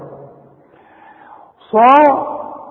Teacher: الصاد مفخمة قوي بعدها الالف